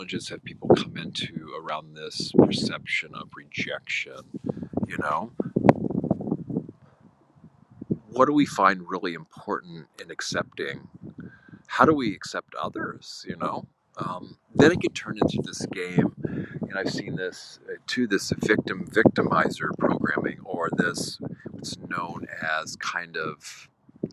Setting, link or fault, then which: fault, wind noise